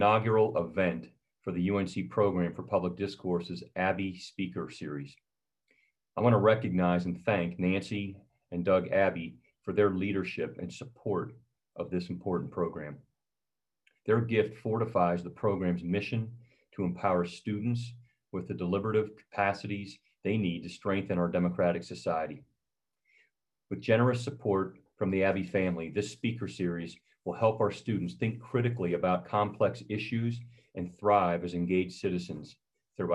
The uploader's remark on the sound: This is a recording of our virtual event